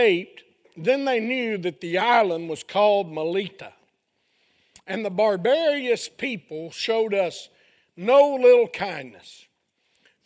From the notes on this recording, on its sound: A sermon preached Sunday Evening of our 3rd Annual Missions Campmeeting